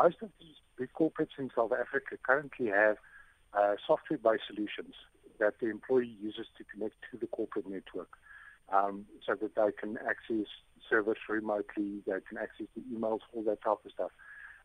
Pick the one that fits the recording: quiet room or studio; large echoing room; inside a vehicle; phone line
phone line